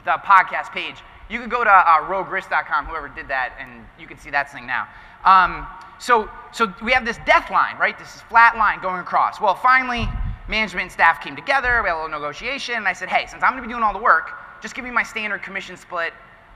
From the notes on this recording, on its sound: This podcast episode is a live recording of my keynote presentation at the One City World Tour event